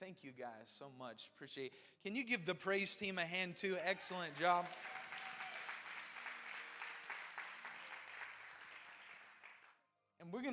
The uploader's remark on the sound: Preached at Cornerstone Church in Salisbury, NC!